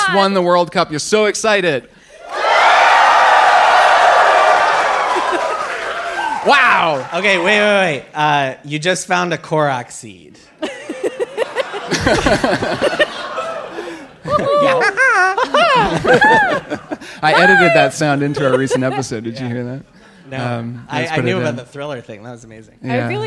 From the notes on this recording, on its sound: LIVE in Brooklyn! It's the very first TRIPLE CLICK LIVE!!! From the Bell House in Brooklyn. Plus: live Q&A and live One More Things.